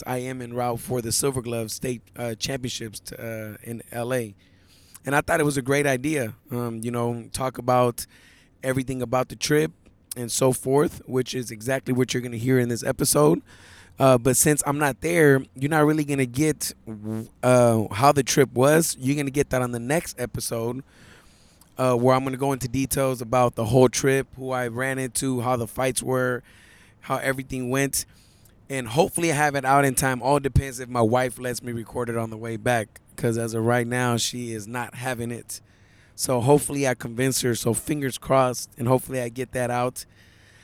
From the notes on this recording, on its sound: Recorded this podcast on his way to Los Ángeles for the Silver Gloves state championships.